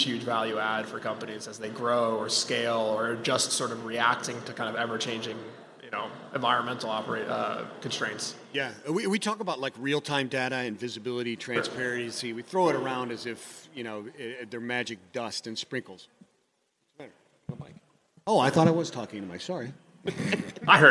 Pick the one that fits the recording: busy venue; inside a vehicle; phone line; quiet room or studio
busy venue